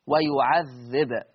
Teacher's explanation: لما الباء تسكن هتبقى مقلقلة